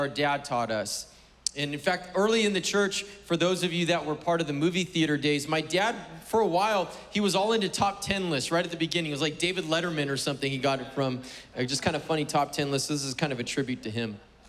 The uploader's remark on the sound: Was preached on June 20th at the 11:30AM service.